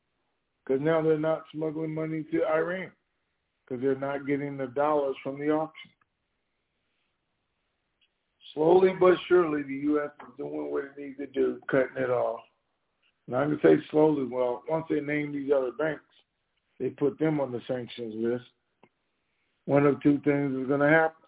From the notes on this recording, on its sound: TNTSuperfantastic Conference Call